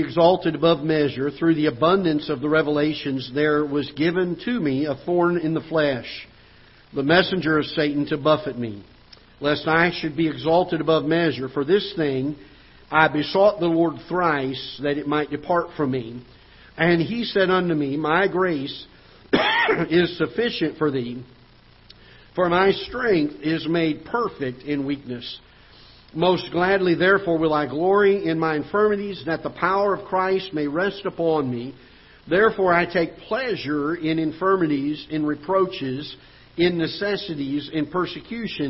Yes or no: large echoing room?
yes